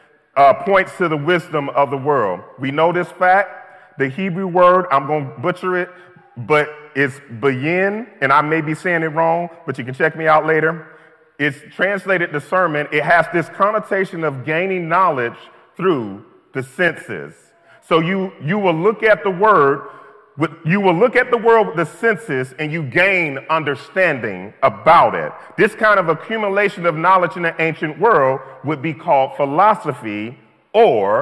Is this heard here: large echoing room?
yes